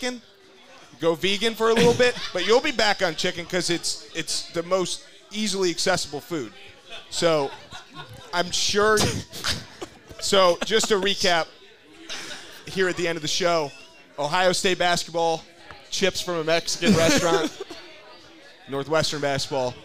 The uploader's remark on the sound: recorded a LIVE episode of Drive The Lane at the Butcher's Tap in Wrigleyville